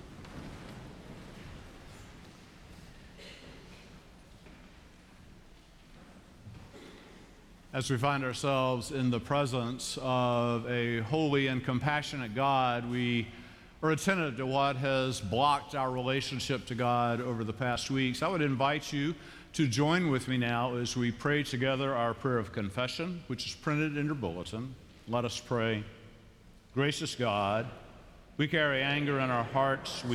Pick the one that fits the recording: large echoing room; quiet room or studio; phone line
large echoing room